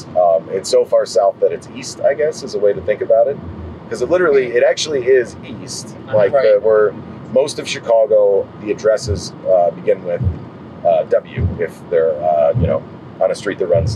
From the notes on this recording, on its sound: Driving through the forgotten parts of Chicago.